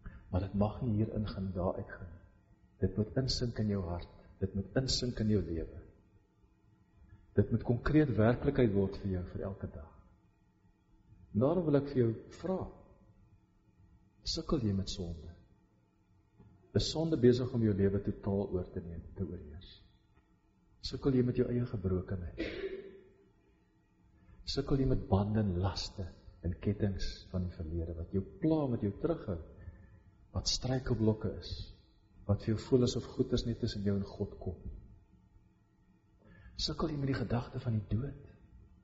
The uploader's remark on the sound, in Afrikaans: Preek opname tydens Loughton diens